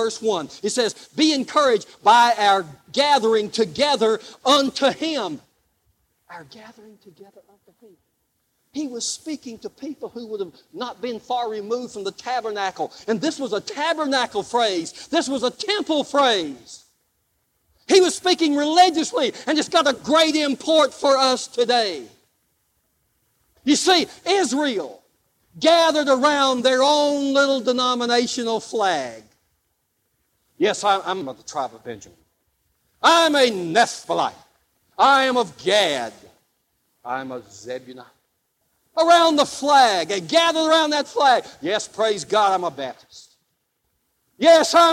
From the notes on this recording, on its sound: Live Service